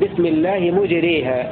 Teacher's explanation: وحمزة والكسائي وحفص يقرؤون بسم الله مجريها مع الإمالة، بسم الله مجريها بفتح الميم لحمزة والكسائي وحفص من جرى